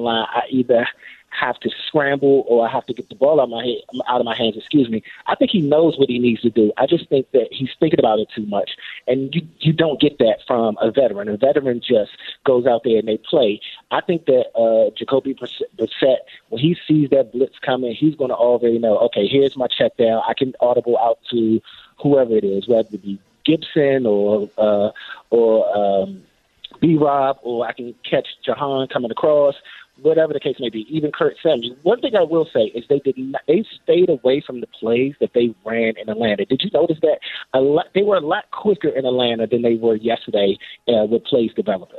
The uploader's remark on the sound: takes another caller